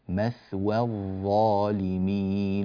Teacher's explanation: الواو من مثوى، أنبه إلى ترقيقها وألا تفخم بسبب مجاورة الظاء المفخمة، مثوى الظالمين وليس مثوى الظالمين، لا نفخم الواو.